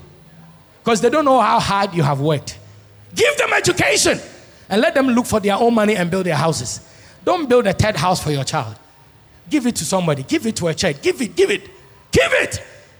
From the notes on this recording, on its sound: Sermon preached at CBC Adabraka Campus